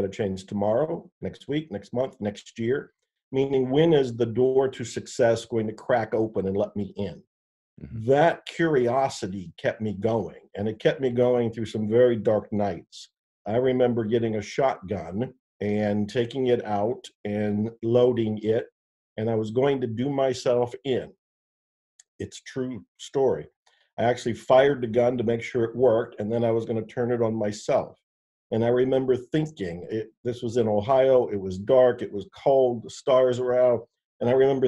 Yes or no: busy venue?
no